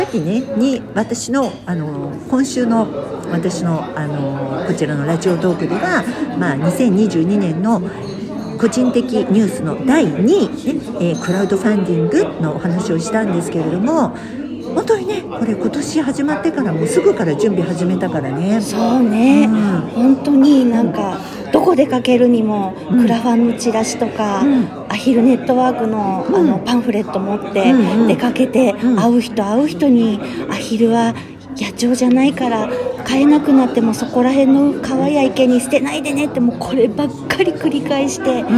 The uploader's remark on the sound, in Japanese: 忘年会ついでに収録しました